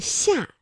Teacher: 舌面啊是贴近硬腭来发音的